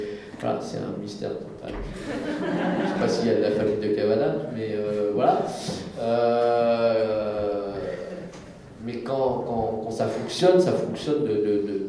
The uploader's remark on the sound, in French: Conférence TGS Springbreak 2017